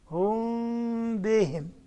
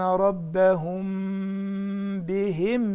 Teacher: الصواب إن مخرج الميم بضم الشفتين وبعديها الباء بضم الشفتين مع الغن · Shown in: second take